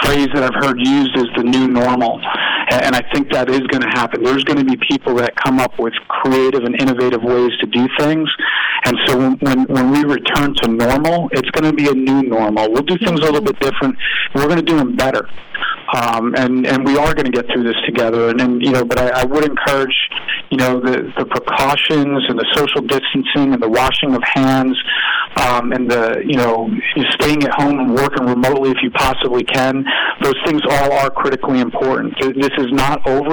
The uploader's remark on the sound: on his phone from the task force headquarters